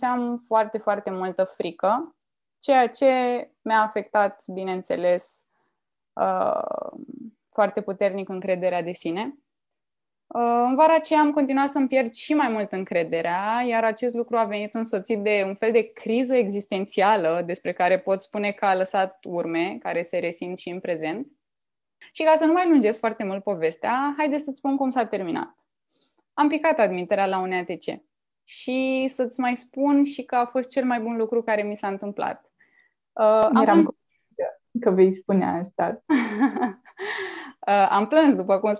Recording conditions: video call